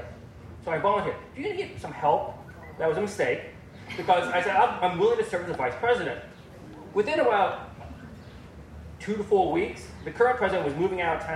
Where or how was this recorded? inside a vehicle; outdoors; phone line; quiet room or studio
outdoors